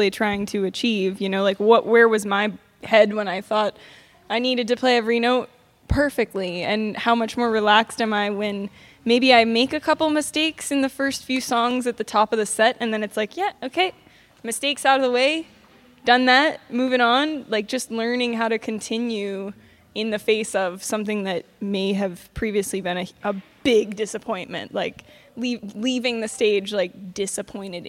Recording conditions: busy venue